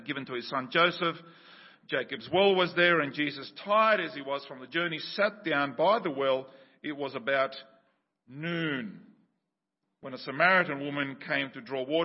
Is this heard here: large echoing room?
yes